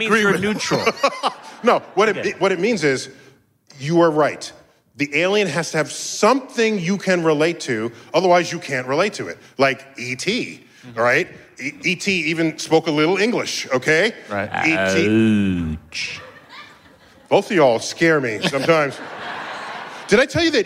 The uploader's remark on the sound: StarTalk Live at NYCC 2019